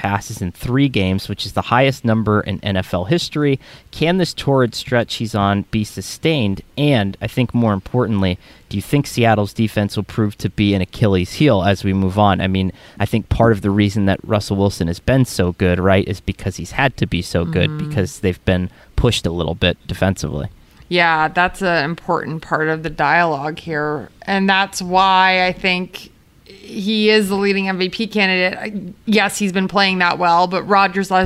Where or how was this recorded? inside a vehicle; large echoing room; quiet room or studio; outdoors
quiet room or studio